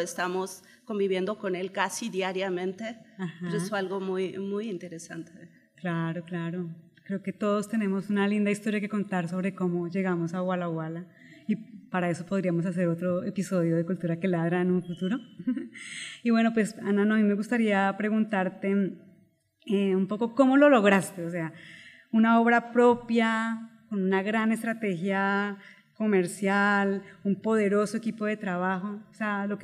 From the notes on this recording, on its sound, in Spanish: EPISODIO grabado con audiencia en vivo